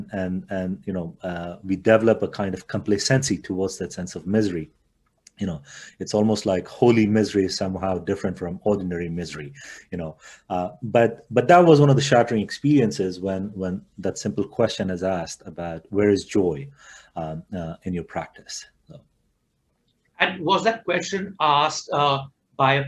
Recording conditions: video call